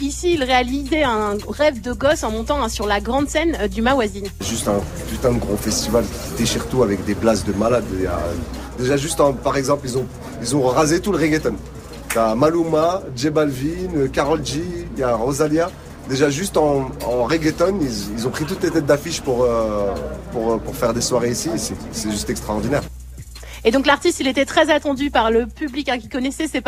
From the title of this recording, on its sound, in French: En direct du Maroc pour le Festival Mawazine